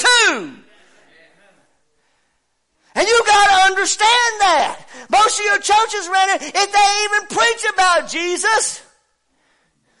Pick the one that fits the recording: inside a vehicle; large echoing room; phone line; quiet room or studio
large echoing room